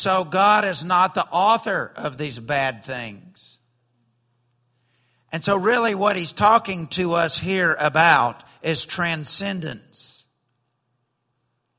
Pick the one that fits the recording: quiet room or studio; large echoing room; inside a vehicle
large echoing room